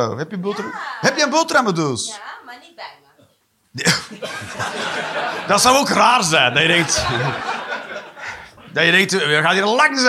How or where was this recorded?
live audience